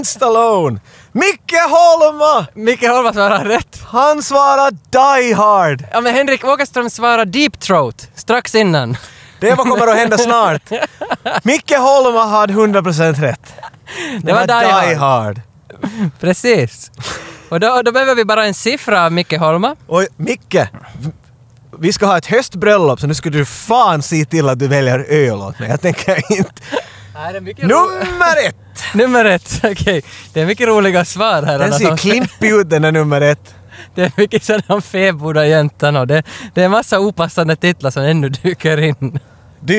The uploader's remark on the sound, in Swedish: Men inte till nattgaraget under huset, utan långt ut på strandkanten. Podden är denna gång inspelad bland pöbeln ute på Råholmen i Helsingfors, och samtidigt live-streamad till våra glada följare för maximal interaktion med vildsinta actiondårar.